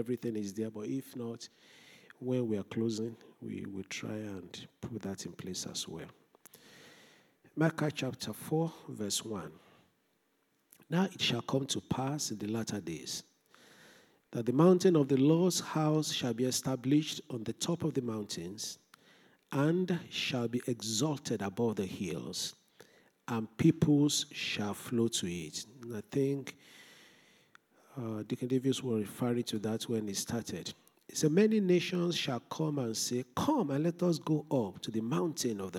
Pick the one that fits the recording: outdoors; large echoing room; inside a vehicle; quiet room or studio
large echoing room